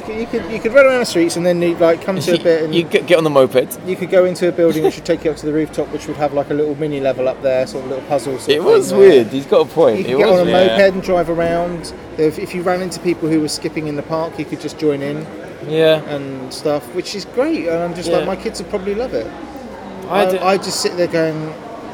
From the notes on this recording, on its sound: EGX 2017. Recorded directly from the Starbucks at EGX.